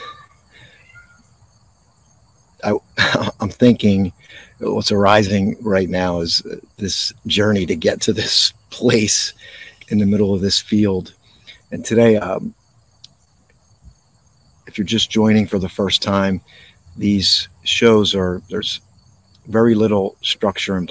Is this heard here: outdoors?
yes